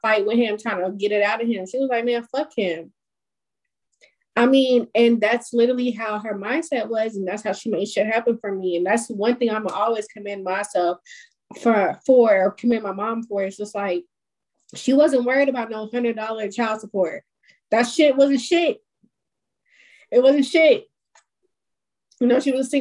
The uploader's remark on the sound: This Episode was recorded via zoom.